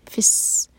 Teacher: سین پر سیٹی کی آواز کلیئر آنی چاہیے